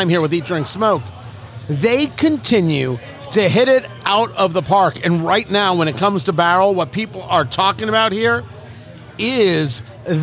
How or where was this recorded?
busy venue